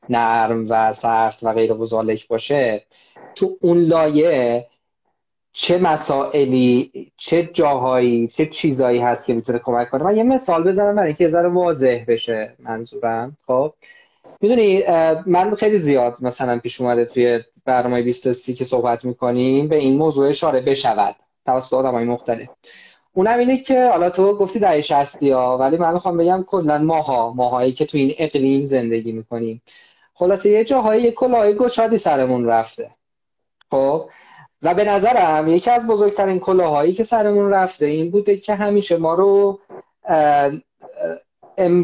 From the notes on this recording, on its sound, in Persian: فایل صوتی اینستالایو